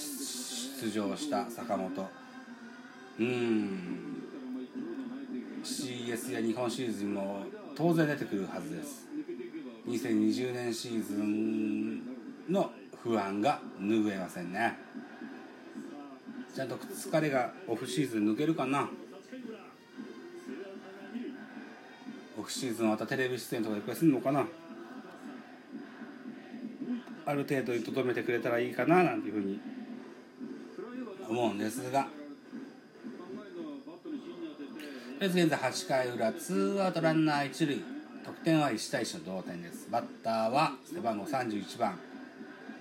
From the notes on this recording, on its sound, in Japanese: 神宮球場。IPad収録版。